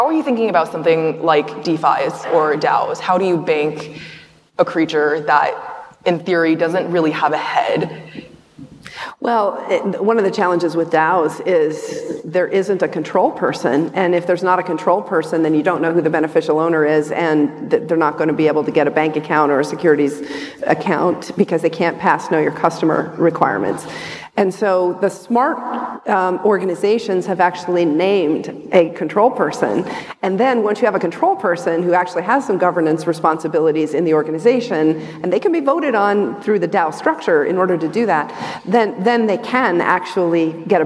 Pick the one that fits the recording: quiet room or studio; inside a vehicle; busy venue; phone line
busy venue